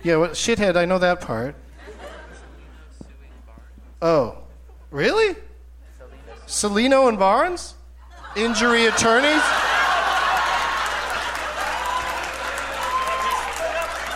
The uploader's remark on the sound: Live from the Gramercy Theatre in New York City